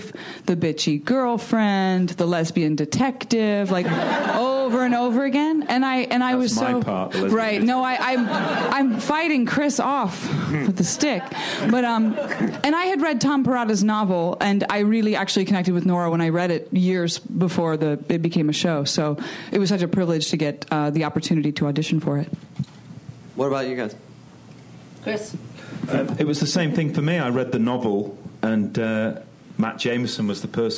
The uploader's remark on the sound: Recorded June 7, 2015 at ATX Television Festival.